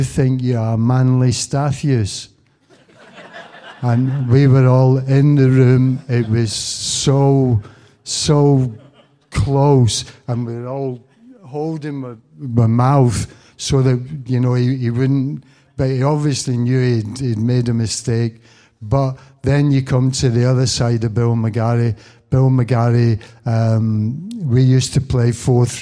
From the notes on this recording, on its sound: the best bits from the recent Q&A at the launch